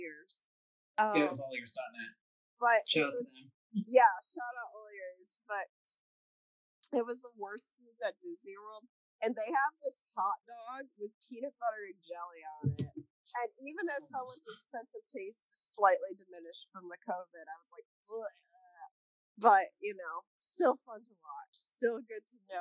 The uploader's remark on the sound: The audio may be a bit funky. This episode was recorded remotely.